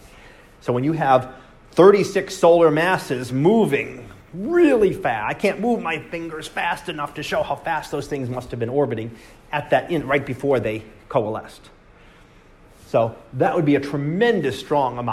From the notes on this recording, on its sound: Live Class Lecture.